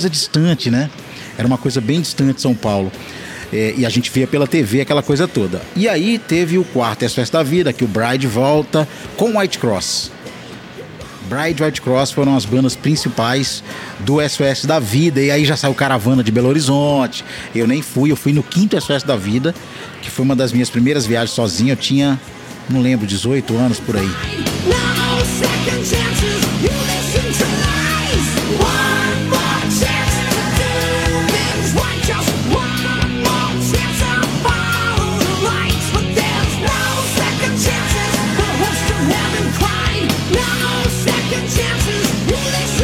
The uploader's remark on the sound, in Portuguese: No nosso primeiro podcast gravado "ao vivo", a gente sentou pra comer uma pizza. Esse episódio foi gravado na Igreja Quadrangular do bairro Glória em Belo Horizonte.